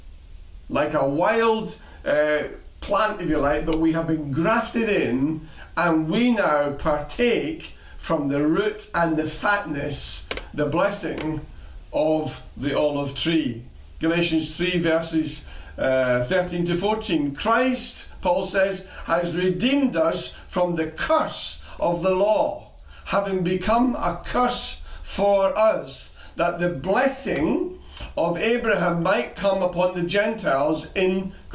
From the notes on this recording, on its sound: Recorded at freedomcentre church, Preston